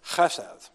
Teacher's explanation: You got to get a little bit of saliva in the back of your throat so you can get that ch sound. Almost not a very pleasant sound, but it's a combination of some noise in the back of your throat plus H.